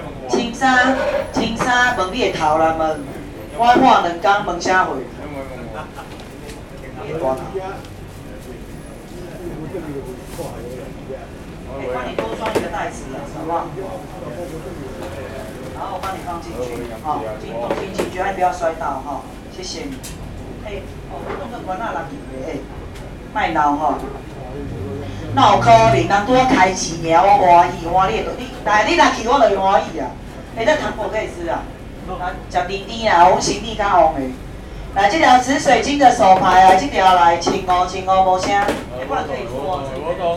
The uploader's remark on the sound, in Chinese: 台北市萬華區,一個充滿歷史的區域,尤其在龍山寺的周邊,有二手市場,有剝皮寮街區。這段錄音,是2019年我恰巧經過康定路上的新樂園拍賣場,現場的拍賣狀況,記得當時時間約在下午傍晚時刻。